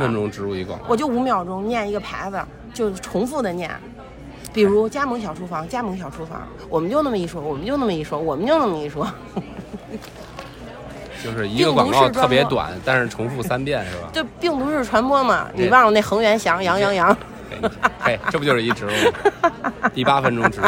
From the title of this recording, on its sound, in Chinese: 现场录制】我们受邀参加播客全球年会